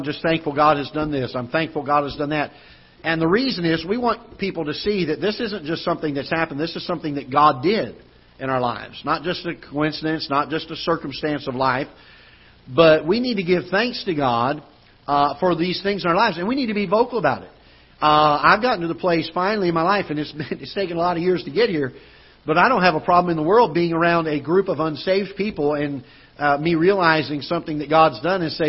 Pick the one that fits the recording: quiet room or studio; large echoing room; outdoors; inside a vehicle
large echoing room